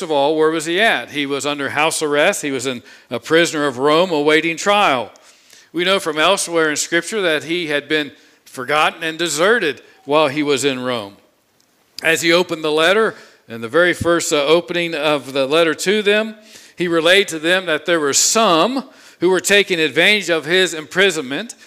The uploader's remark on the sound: This sermon was preached on Sunday, July 18, 2021 from the pulpit of Grace Community Church in Berea, KY.